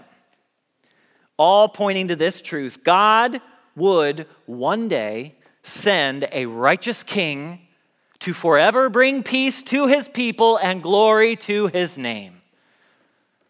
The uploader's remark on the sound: Message Preached at Valley Creek Church